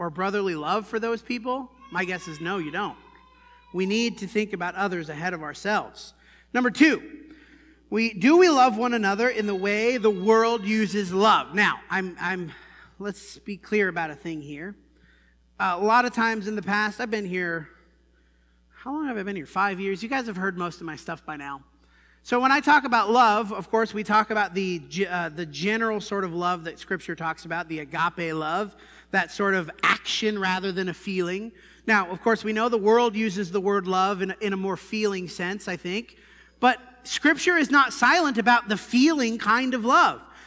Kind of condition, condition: setting, large echoing room